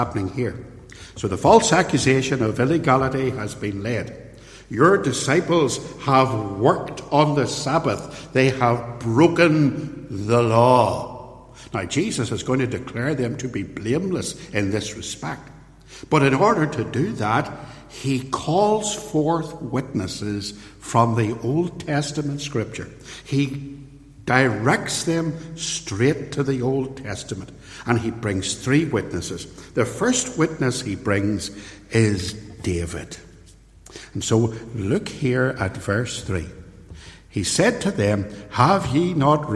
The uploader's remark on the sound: In this sermon, preached at Templepatrick Reformed Church